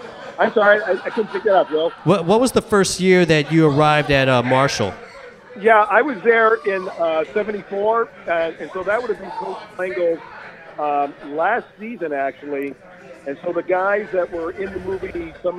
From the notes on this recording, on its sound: ON NYSEA LIVE!! We are Live from the Backyard Bar.